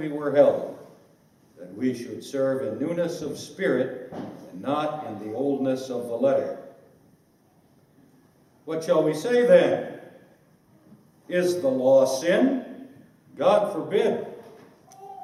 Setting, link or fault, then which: setting, live audience